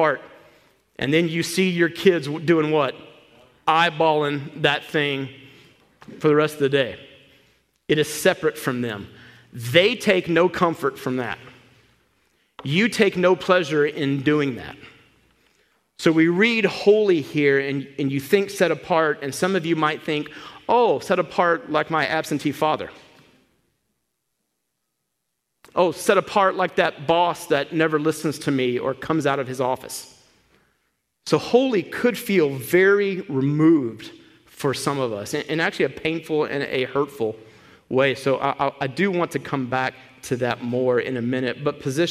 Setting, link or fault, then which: setting, large echoing room